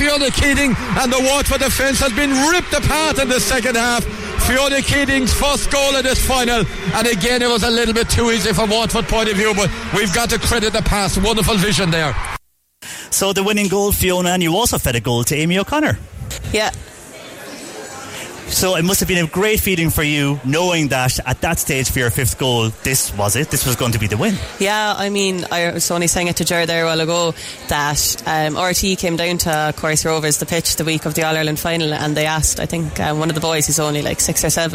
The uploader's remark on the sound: CELTIC ROSS HOTEL WEST CORK SPORTS STAR AWARDS OUTSIDE BROADCAST